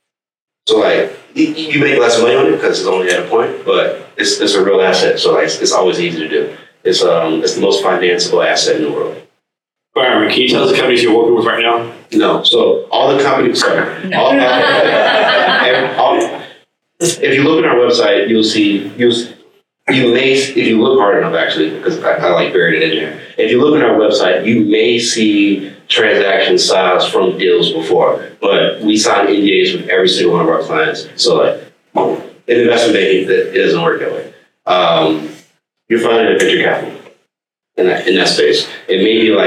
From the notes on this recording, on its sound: a replay of the CavnessHR Pitch competition hosted by Washington Maritime Blue